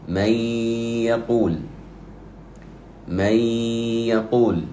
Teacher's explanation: فإنني أدغم النون في الياء وأعطيها قدرها من الغنة حركتين · Term: إدغاما بغنة